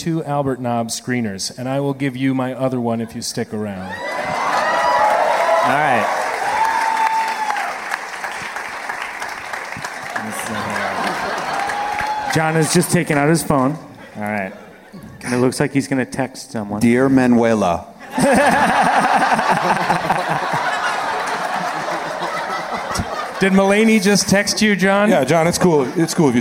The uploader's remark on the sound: Live from the Gramercy Theater in NYC